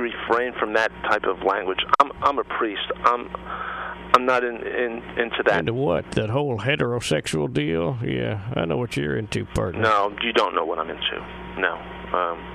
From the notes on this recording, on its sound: Prank Phone Calls Collection.